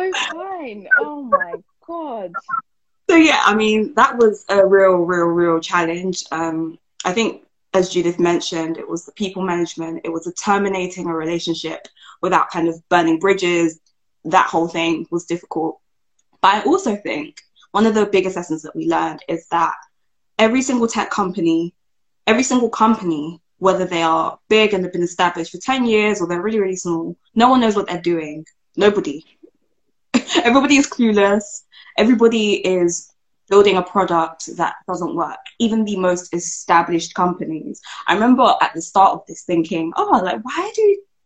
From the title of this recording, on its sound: The Season Finale Instagram Live Q&A